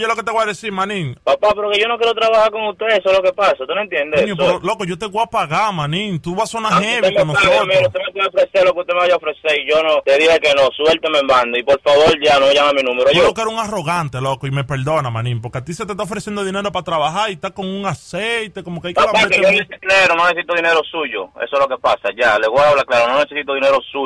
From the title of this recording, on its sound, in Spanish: Broma telefonica